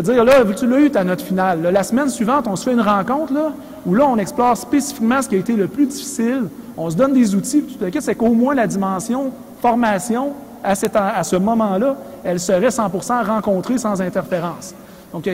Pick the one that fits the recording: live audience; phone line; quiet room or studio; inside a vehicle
live audience